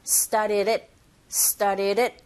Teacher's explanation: 그래서 started 이런 식으로 발음이 되고 뒤에 it이 또 이어지죠. 이런 현상에서도 또 모음과 모음 사이에 들어있는 d 사운드 자체가 r 소리 가깝게 들려지는 현상이 벌어져서 결과적으로는 started it 이렇게 발음하셔야 돼요.